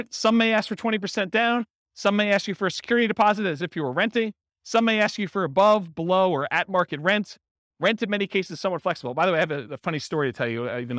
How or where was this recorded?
live audience